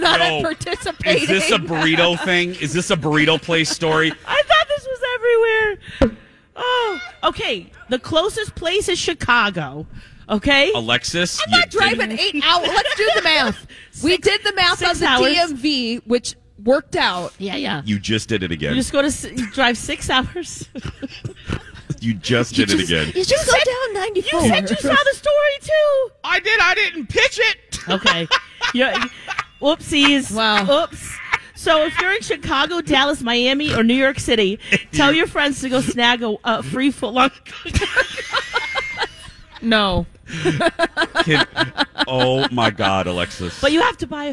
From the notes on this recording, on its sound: We're live at Junk Bonanza at Canterbury Park for a Santa Stop!